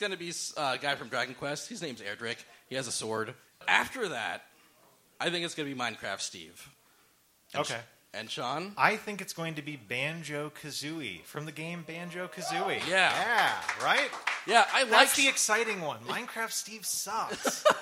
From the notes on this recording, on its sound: LIVE AT THE BEAT KITCHEN MARCH 2019. A direct cut of A Smashing Theory's first ever LIVE EPISODE, performed at The Beat Kitchen in Chicago, IL.